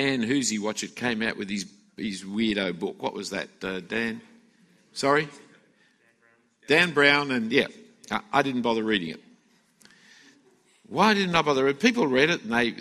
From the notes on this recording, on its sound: A talk given at the FIEC Conference for Ministry Workers in 2016.